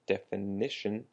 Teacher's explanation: Definition, the emphasis on the ni, the n sound, definition.